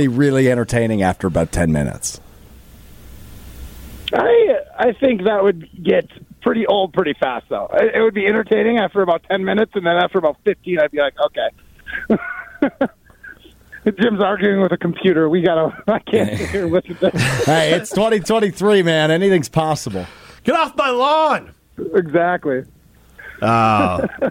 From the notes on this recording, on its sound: Poor Cell Reception in Prison. Uses his one phone call from prison while touring Alcatraz.